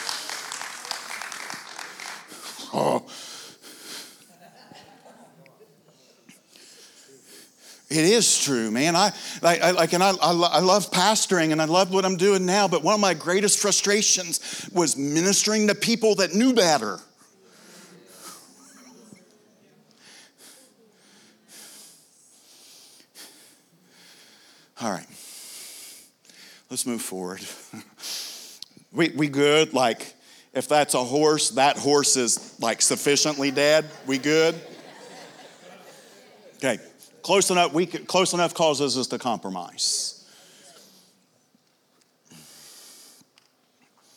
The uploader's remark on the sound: This is from the TUE Evening session from the 2023 conference.